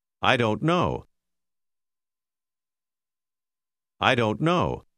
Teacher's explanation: ricordi che la K dell'ultima parola è muta. I don't know.